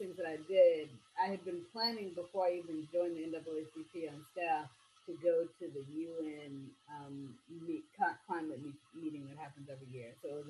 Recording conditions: poor sound quality